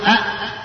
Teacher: همز وهاء من أقصى الحلق